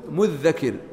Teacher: الوجه الثاني أن تدغم الدال المبدلة الثانية في الذال الأولى